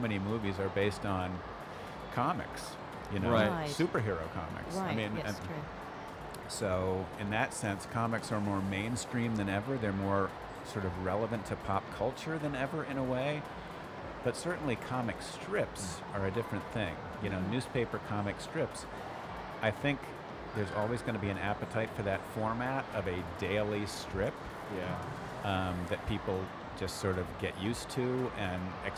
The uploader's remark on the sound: Live interview from SIBF 2022